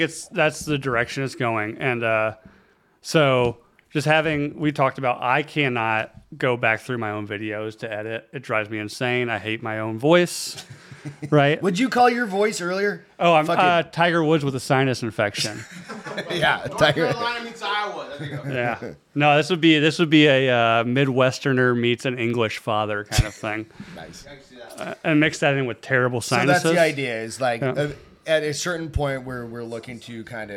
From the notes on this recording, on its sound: We're live from Austin, Texas for the Drinkin' Bros Super Bowl Sunday Event.